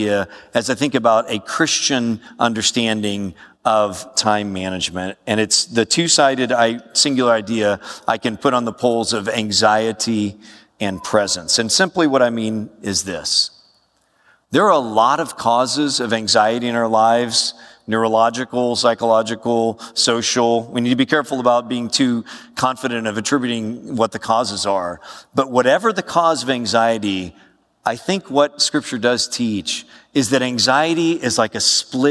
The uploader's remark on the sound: A lecture titled "Taking Care of Your Time," given at SBTS's All Student Summit in September 2016. Southern Baptist Theological Seminary All Student Summit.